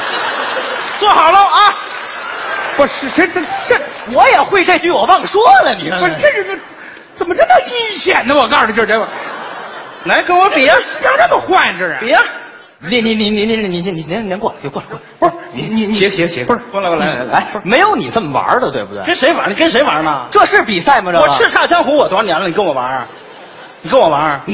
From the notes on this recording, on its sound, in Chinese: 在《欢乐喜剧人》舞台上表演的节目